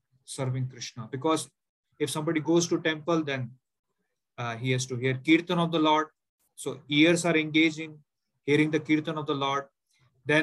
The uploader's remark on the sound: Zoom recorded class.